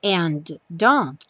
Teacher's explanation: Don't say I can't go with other boys. And don't, só tem um som de D